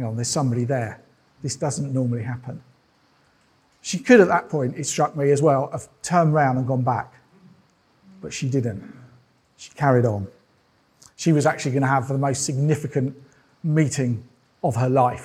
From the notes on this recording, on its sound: This sermon was preached at Welcome Baptist Church on Sunday 23rd October 2022.